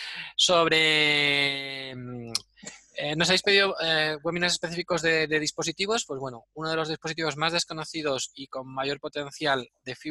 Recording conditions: video call